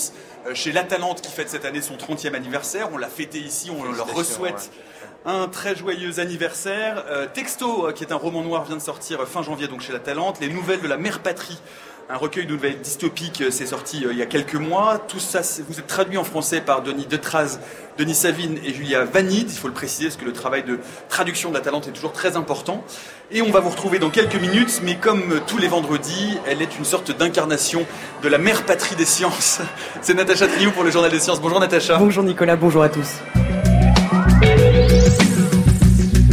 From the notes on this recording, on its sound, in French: Emission en direct du Salon Livre Paris 2019.